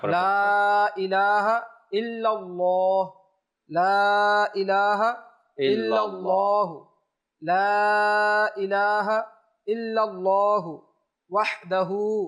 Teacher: লা ইলাহা ইল্লাল্লাহ এটা পড়ি, এখানে আমাদের খেয়াল করতে হবে আল্লাহ শব্দের লামটা এখানে মোটা হবে